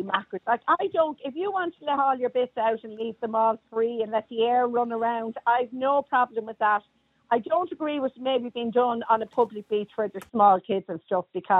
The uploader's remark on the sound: Opens the phone lines, inviting callers to share their opinions on the matter.